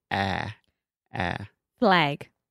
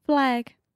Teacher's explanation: So it's the same sound as like hat, cat, magic, disaster. It's a very open and front sound. · Term: ah sound